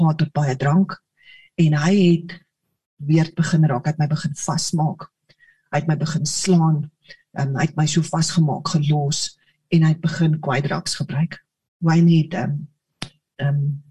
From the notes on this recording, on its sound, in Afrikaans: Manne van die Woord Zoom Byeenkoms 7 Junie 2022.